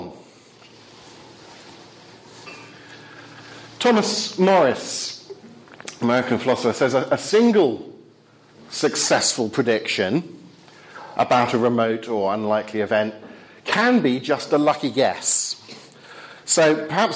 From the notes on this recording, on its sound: Talk with Q&A from Highfield Church Southampton